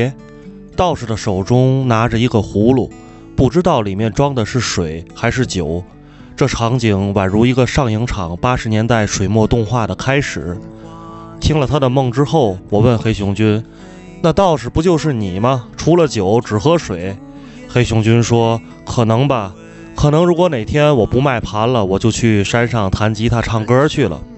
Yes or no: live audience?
no